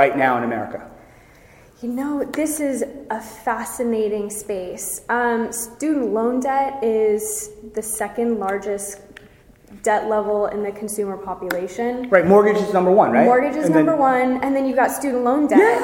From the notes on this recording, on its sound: recorded live at the Health & Benefits Leadership Conference